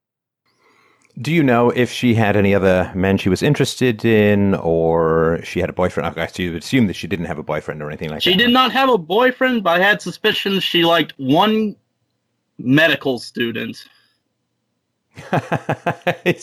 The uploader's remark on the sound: Call In Show